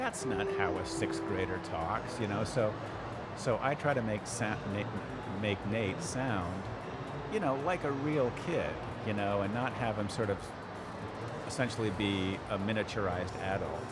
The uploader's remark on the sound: Live interview from SIBF 2022